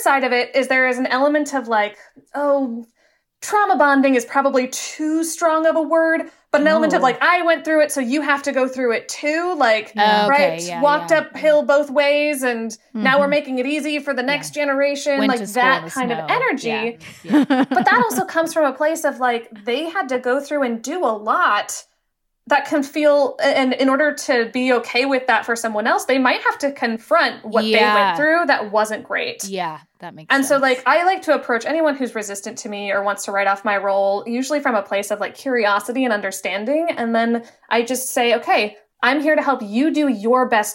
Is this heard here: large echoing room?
no